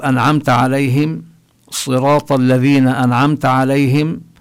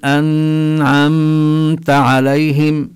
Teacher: لا يوجد هنا غنة زائدة، لأنه بعد النون جاءت العين التي هي من حروف الحلق · Shown in: first take · Term: إظهار